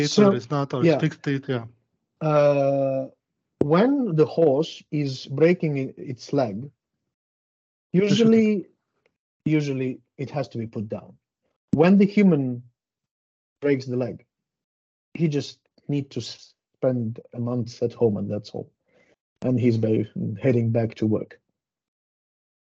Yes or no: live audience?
no